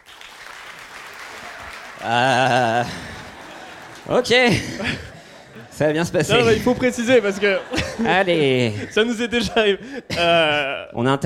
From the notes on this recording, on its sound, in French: En public.